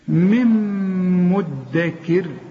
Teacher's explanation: شوف فهل من مدكر، من نون سكن، نون بدون تشكيل، بعدها ميم، الميم النون دي بتضغم في الميم، النون بتضغم في الميم ادغام كامل